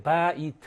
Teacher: 그래서 바인데 바이에 여기 모음이 없죠. 그러니까 바 다음에 모음이 없는 이가 있으니까 바이가 돼갖고 아이 발음이 들어가니까 아이 이중 모음이 된 겁니다. 그다음에 야옴 그러면 야옴은 데이예요.